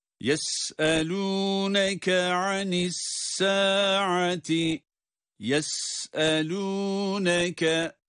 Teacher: Sin ince okunuyor. Yes ve ses akıyor. Evet, sesin akarak çıkması var.